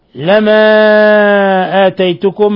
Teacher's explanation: لانفصال الهمزة عن حرف المد، يمد من 4 إلى 5 حركات · Term: مد منفصل